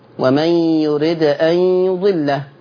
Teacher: بس بسبب النقل ما بقاش في قلقلة لأن شرط القلقلة سكون الحرف